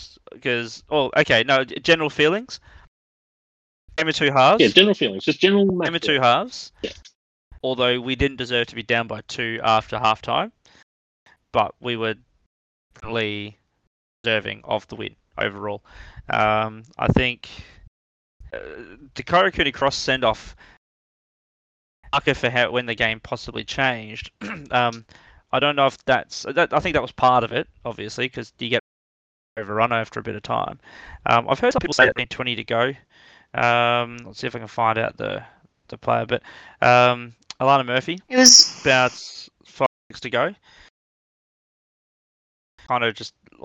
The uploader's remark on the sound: Audio quality is a little choppy in this one, 2022 wasn’t kind to us recording so apologies in advance.